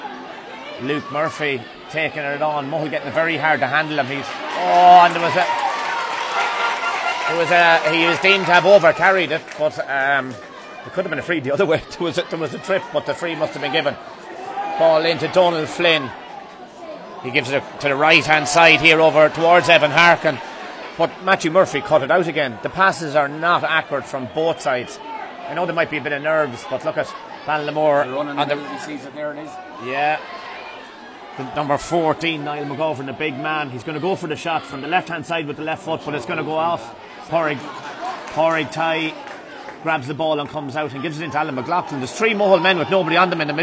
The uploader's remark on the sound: Live Commentary of the Leitrim GAA Senior Football Championship Final 2021. In Avant Money Pairc Sean MacDiarmada, Carrick on Shannon.